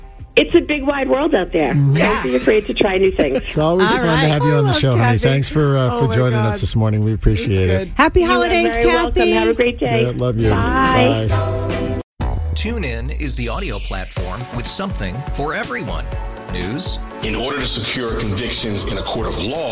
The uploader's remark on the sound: She called in this morning